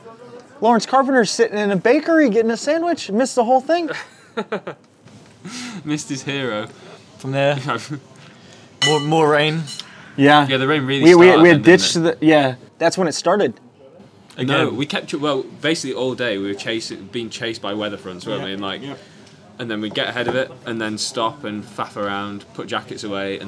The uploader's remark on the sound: The second in a series of campfire conversations, recorded at the end of each day as 6 friends ride across a country.